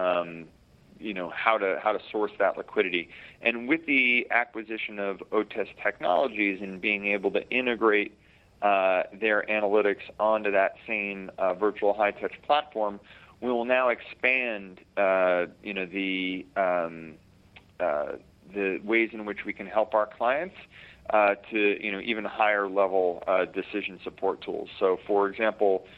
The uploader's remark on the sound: joins via phone